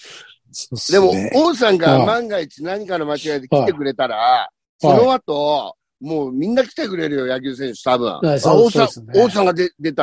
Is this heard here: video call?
yes